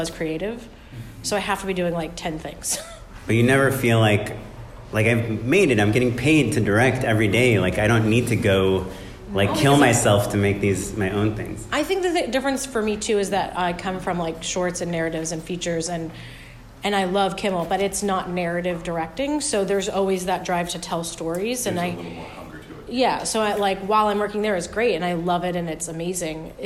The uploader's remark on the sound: Our winter Live Show has finally arrived!